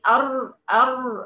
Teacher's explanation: يبقى طرف اللسان مرفوع واقصى اللسان كمان مرفوع · Term: الراء المفخمة